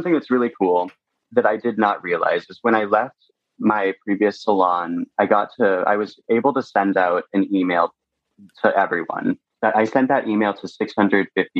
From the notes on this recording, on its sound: sat down over zoom